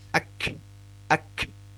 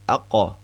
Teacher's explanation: kalau huruf kaf itu dia hanya cukup mendesis ak ak. Kalau huruf qaf itu memantul aqo